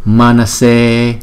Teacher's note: chữ A này là chúng ta đọc hai nhịp và chữ A sau thì chúng ta đọc một nhịp